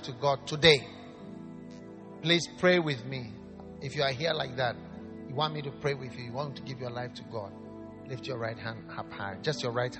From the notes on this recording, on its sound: Preached at the Wisdom Impartation Service, LCI Lily of the Valley Cathedral, Teshie.